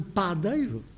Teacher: repare-se no primeiro A de padaria e no primeiro A de padeiro. Aberto. Ele resultou da fusão, uma crase também, de dois As que ficaram em contacto direto após a queda do N, de panadaria e de panadeiro. · Term: A aberto